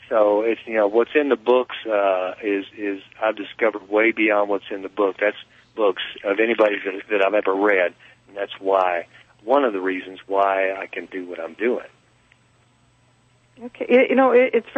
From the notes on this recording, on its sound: takes calls from the listening audience